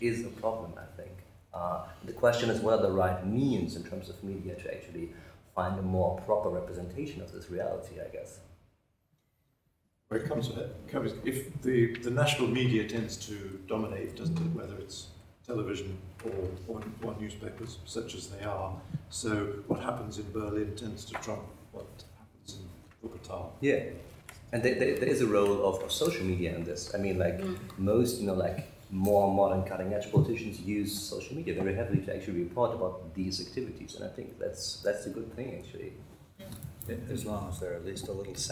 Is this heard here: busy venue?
yes